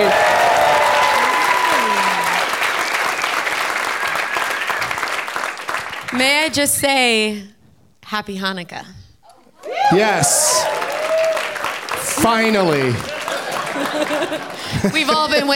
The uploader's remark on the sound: Live from Largo in Los Angeles